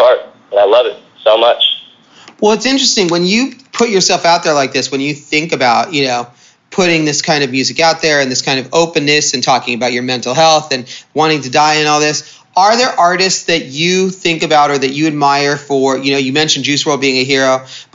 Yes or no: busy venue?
no